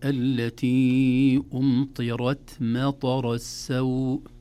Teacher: نفخم الراء في أمطرت ونهمس التاء دون مبالغة ودون قلقلة في أمطرت مطر السوء. · Term: تفخيم الراء